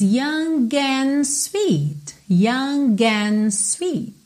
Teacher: Quando eu falo young, young, eu posso ter um g, g bem levinho, eu posso ter um g, g bem levinho, ok? Mas aqui eu tenho uma vogal depois dele, então eu aproveito esse G para ligar as palavras